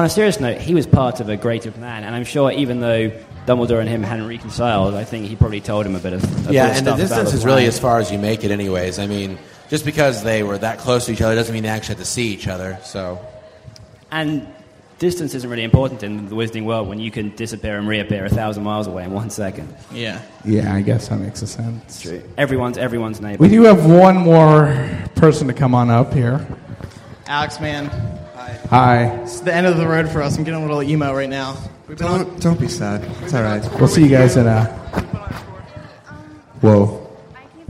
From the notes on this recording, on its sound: MuggleCast is LIVE from Pittsburgh, Pennsylvania this week